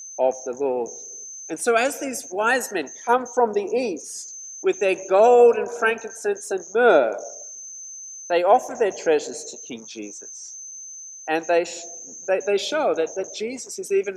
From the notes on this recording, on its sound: This sermon was preached at St George's Church, Penang on 3rd January 2021.